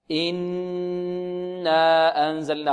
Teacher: مد الألف بمقدار حركتين هكذا إنا، نغن ونمد الألف بمقدار حركتين هكذا إنا أنزلناه.